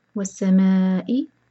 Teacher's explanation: مد متصل ہے، چار حرکت کھینچیں گے